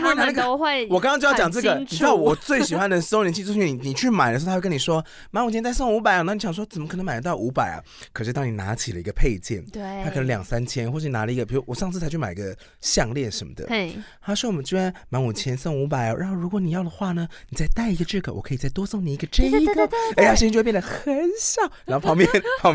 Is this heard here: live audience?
no